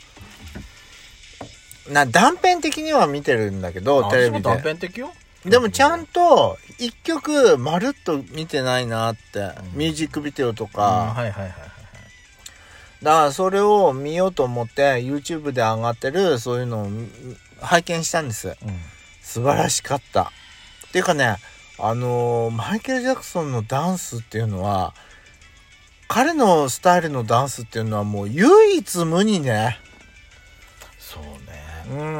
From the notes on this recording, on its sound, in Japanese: Radiotalk。パーキング収録。